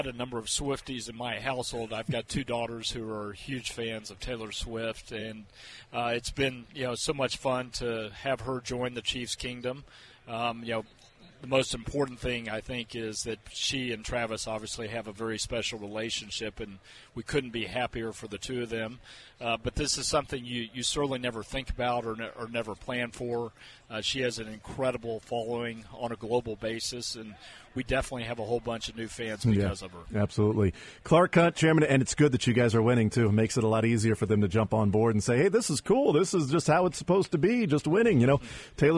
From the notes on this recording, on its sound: Live from radio row in Las Vegas.